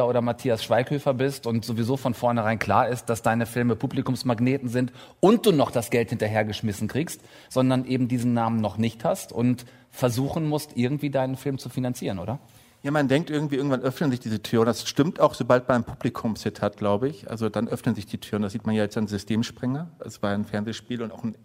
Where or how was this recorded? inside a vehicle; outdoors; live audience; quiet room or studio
live audience